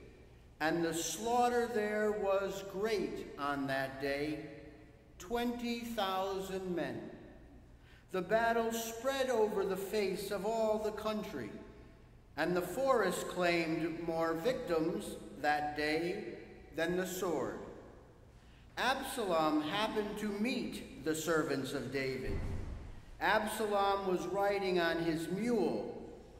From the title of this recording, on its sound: Sunday Service at St John's Episcopal Church, West Hartford